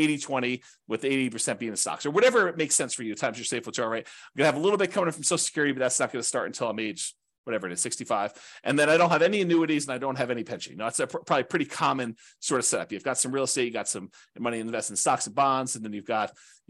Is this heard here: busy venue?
no